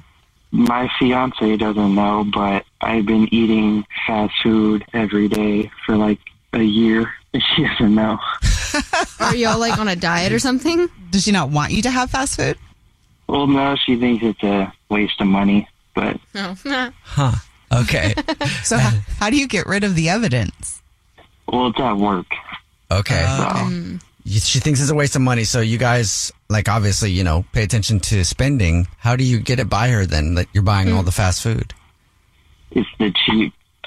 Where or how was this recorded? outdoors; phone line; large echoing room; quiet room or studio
phone line